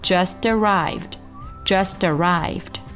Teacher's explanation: 在连读的时候字母 t 发的 t 的音可以浊化成一个非常轻非常快的 d 的音